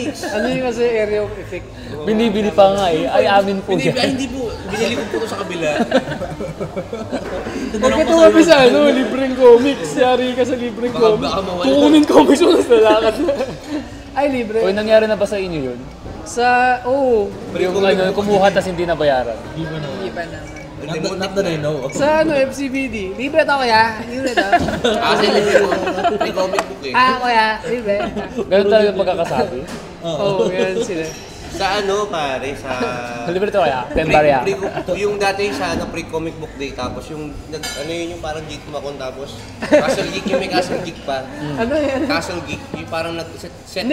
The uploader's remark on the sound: engage in a lively discussion at Manukan at Bakahan sa Metrowalk